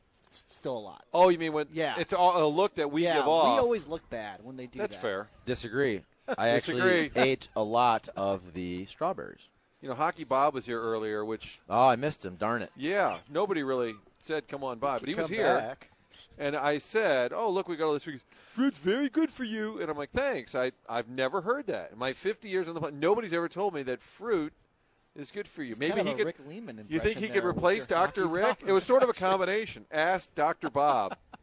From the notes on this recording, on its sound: Broadcasting live from Schnucks off S. Lindbergh.